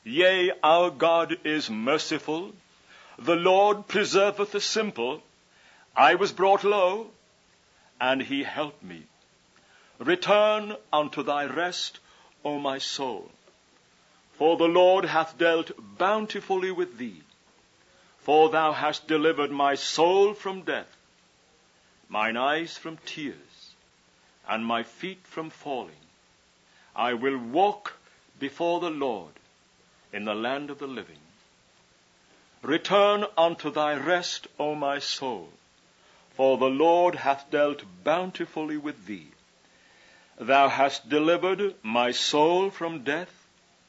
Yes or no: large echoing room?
yes